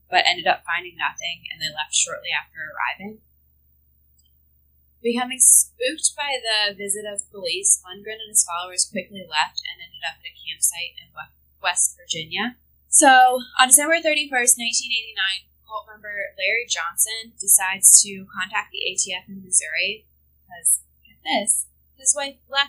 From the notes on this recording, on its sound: We're still figuring out the whole sound thing but I promise it will get better, lol.